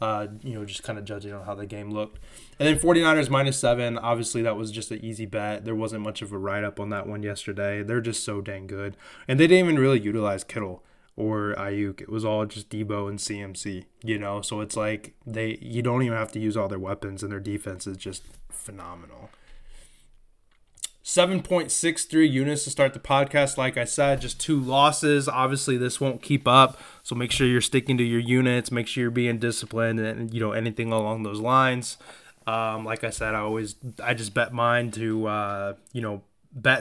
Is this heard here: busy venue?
no